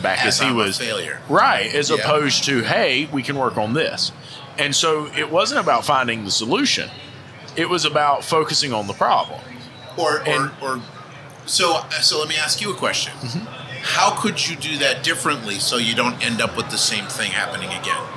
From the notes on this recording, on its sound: recorded live at AAPEX 2022